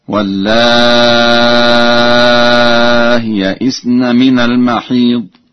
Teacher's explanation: قرأ ورش بتسهيل الهمزة مع المد والقصر وحذف الياء، وذلك في حالة الوصل هكذا: والله يئسن من المحيض، وهكذا: والله يئسن من المحيض.